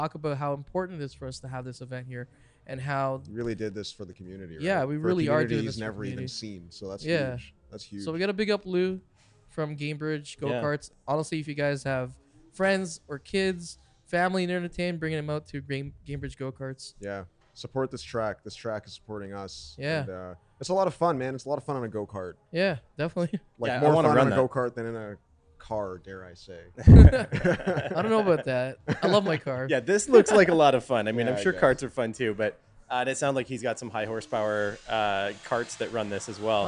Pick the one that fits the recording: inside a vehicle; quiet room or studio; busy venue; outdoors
busy venue